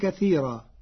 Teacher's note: قرأ ورش كلمتي كثيرا بترقيق الراء فتصير كثيرا لأنها لغة بعض القبائل.